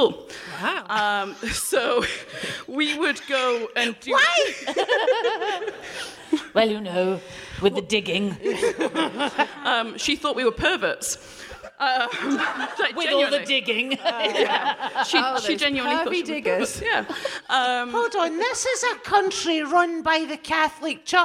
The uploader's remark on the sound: DWSC LIVE. We hear from a member of the audience.